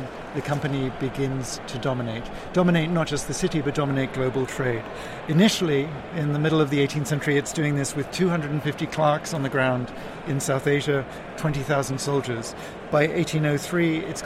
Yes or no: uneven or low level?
no